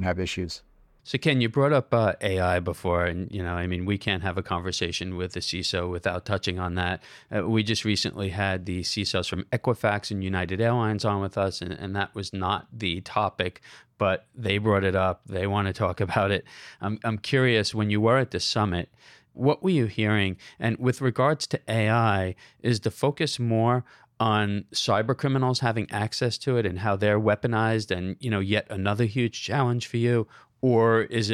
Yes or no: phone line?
no